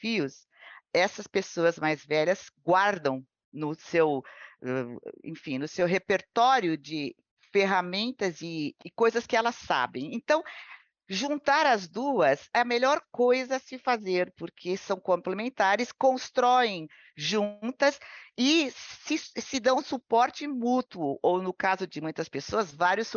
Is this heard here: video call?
yes